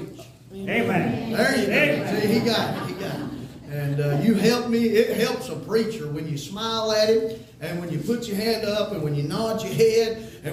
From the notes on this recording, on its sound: We recorded the whole service, including the hymns and special music